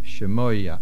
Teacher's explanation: The word Shemoya, there is a shivono under the shin. The main accent is on the mem